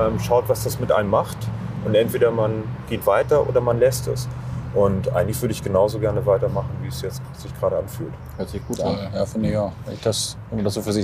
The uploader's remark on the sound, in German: Auf einen Spaziergang. Über die Reeperbahn spaziert.